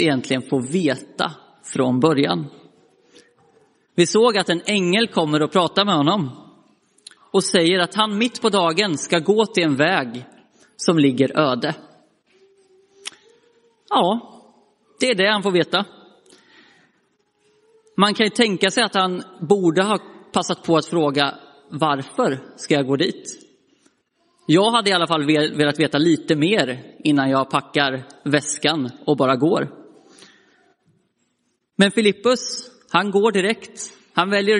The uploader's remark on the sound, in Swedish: Inspelad i Roseniuskyrkan den 11 juni 2023.